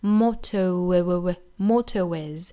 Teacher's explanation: is， mottois。那我们来看 motto，它的音标呢，尾音呢是一个和短元音 w 很像的一个音，它的尾音呢是双元音 o 的发音，那和 w 相关，后面加元音了，这里面呢就需要加 w · Term: 加半元音 w